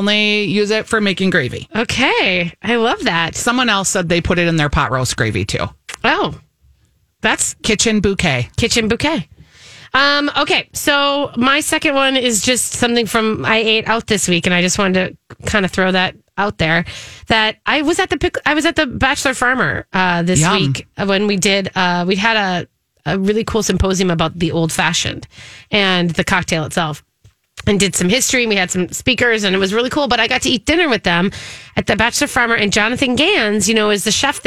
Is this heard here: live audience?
no